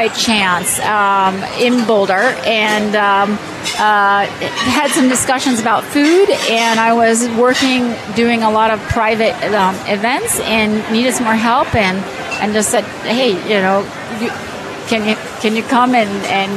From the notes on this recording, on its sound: We're live from inside the kitchen from the Bindery to promote their "Chefs Table" option for dining in this hot new Denver restaurant!